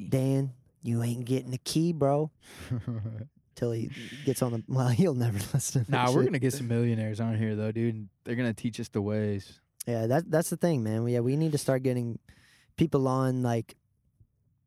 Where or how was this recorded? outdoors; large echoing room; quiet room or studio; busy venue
outdoors